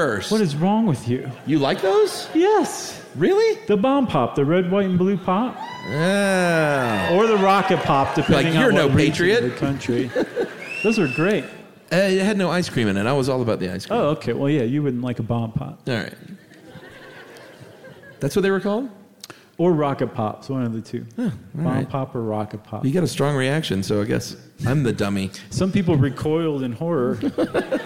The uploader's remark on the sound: at the Gothic Theatre in Denver for this live show